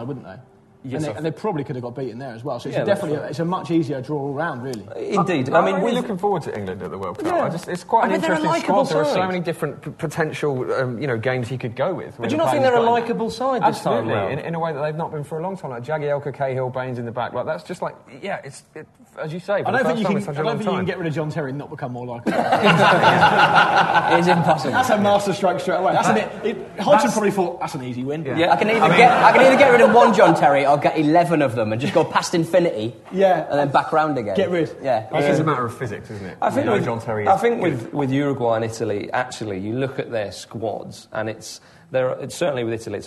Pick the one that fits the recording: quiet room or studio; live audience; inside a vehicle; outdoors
live audience